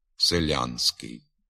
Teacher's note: у надністрянських говорах не пом'якшується і звук «с» у суфіксі «ськ». А отже, послідовно твердо вимовляється і звук «н» перед твердим «с».